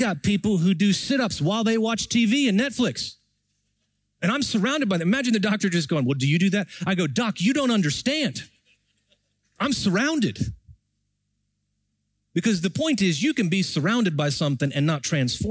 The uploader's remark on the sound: Recorded Live at Brookwood Church